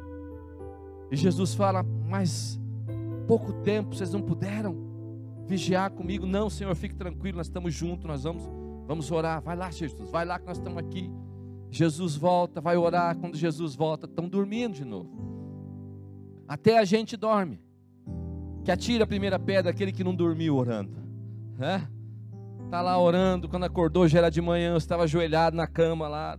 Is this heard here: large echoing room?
yes